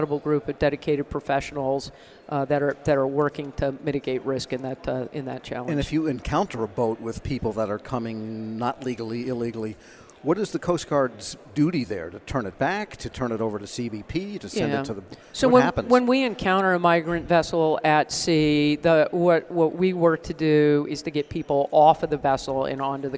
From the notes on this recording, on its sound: At this week's Sea Air Space Conference